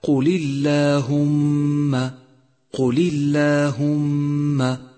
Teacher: رققت لام لفظ الجلالة في قوله تعالى قل اللهم، قل اللهم، لأنها مسبوقة بكسر، والواجب عليك في هذا الموضع أن توضح كسرة اللام في كلمة قولي، قولي، وأن ترقق اللام من لفظ الجلالة، أي هكذا قل اللهم، قل اللهم.